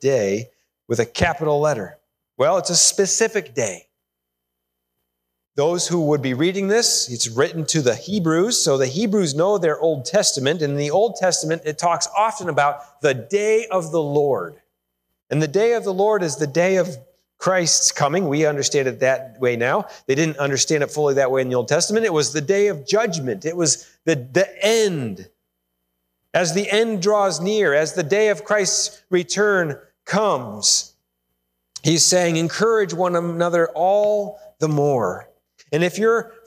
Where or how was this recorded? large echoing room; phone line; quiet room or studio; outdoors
large echoing room